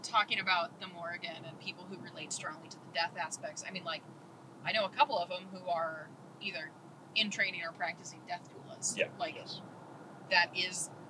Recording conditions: inside a vehicle